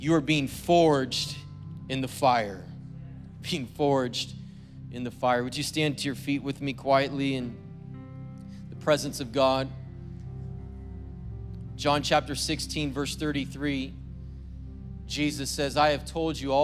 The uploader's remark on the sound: was preached on February 20th at the 10AM service.